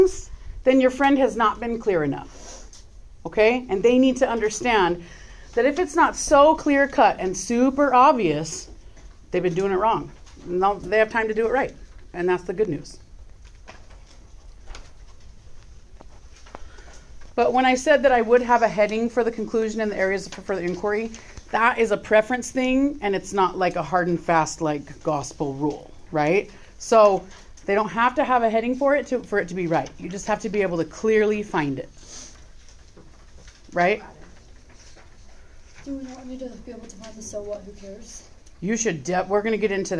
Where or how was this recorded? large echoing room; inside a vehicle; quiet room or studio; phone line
large echoing room